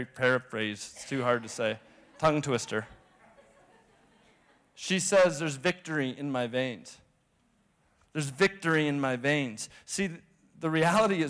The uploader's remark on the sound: shares a message on Nov 12, 2016 at Resurgence Edmonton.